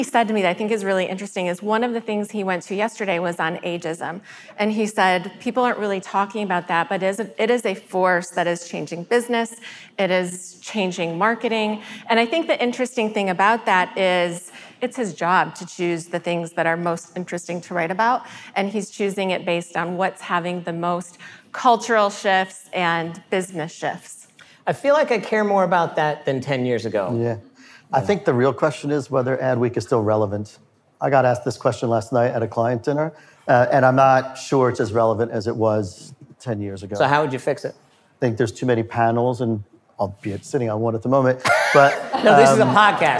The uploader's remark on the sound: During Advertising Week, Carat and Google invited 100 agency and client leaders to come together to hear a state of the industry and predictions for 2020. For the first time we took the pod LIVE.